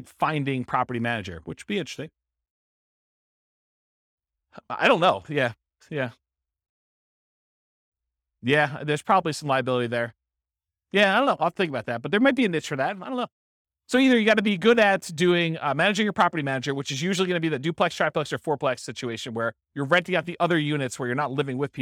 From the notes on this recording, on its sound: This was a live class recorded